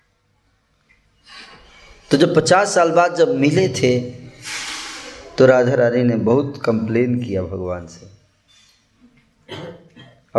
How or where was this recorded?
live audience